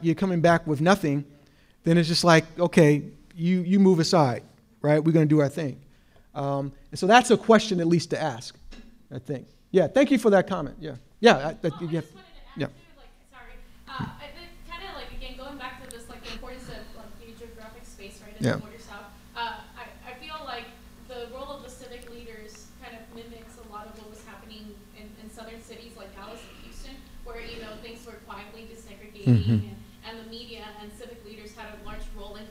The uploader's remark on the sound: 2018 AASLH Annual Meeting Session Recording Recorded in Kansas City, MO.